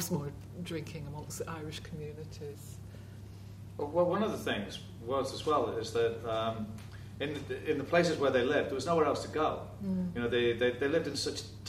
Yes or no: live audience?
yes